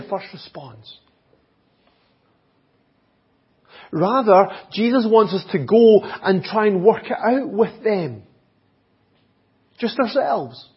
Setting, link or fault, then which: setting, large echoing room